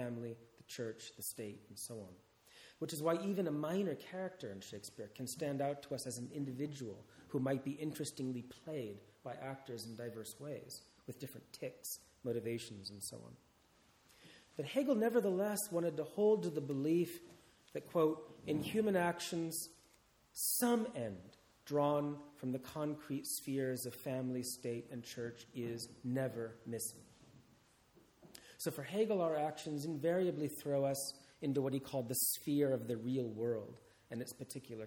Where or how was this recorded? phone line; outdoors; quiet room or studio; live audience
live audience